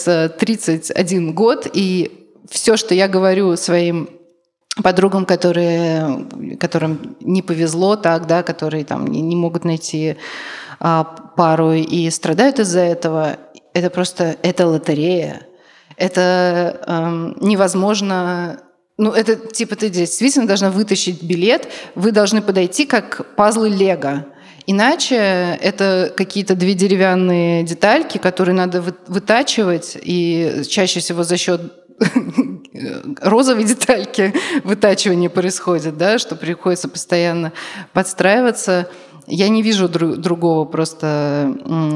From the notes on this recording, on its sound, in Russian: Этот лайв записан в Казани, в Центре современной культуры «Смена». Мы сделали большую ошибку — не поставили микрофон в зал.